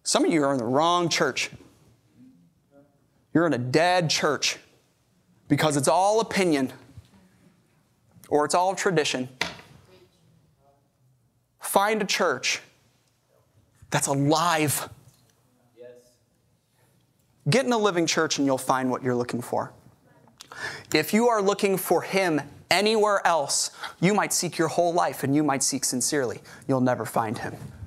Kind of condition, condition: setting, large echoing room